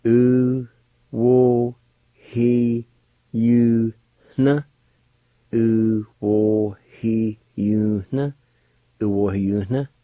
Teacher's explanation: the last N sound has a nasal sound to it, or in other words, has an H sound right before the N.